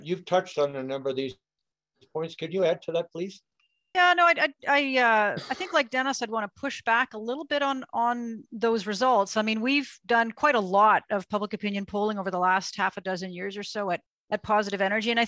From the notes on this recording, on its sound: a webinar discussion